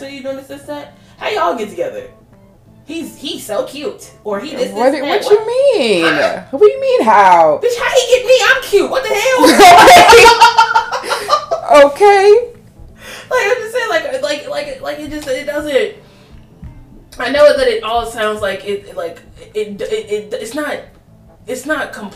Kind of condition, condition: fault, uneven or low level